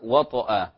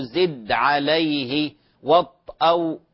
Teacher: طبعا الطاء فيها قلقلة، يعني مستوى القلقلة فيها أكثر، مستوى القلقلة فيها أعلى · Shown in: first take